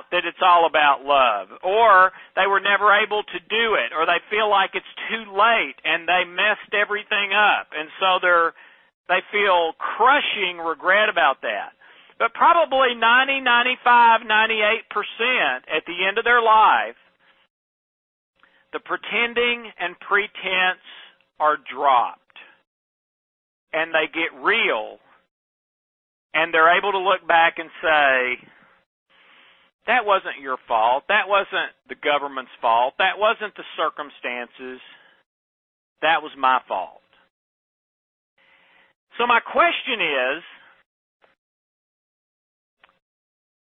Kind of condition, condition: link, phone line